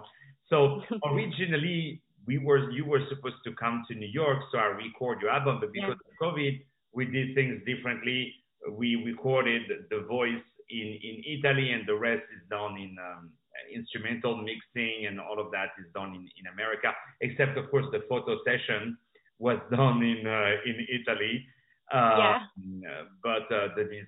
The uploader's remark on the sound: On the Phone